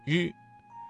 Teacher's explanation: 舌尖卷起，接近硬腭前部，但不完全阻塞气流 · Term: 翘舌音